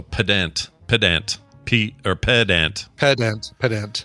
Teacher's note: it's pronounced pedant, even emphasis on both syllables.